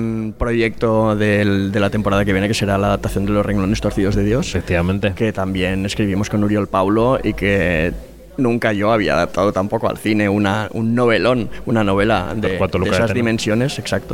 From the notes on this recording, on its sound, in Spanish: El autor y director teatral charló con Kinótico en el Festival de Málaga.